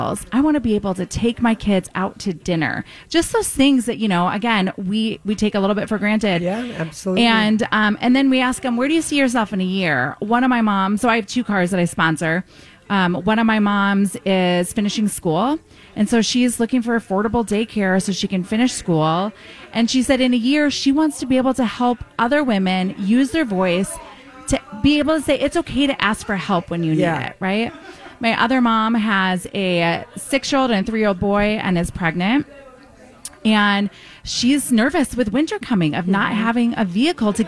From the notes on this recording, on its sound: Live from Creative Hair Design.